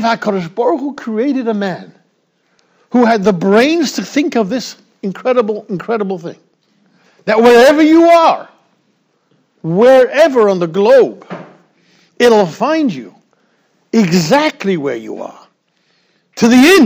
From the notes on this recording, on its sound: Shiur recorded in Yeshivas Ohr Reuven, Monsey, NY.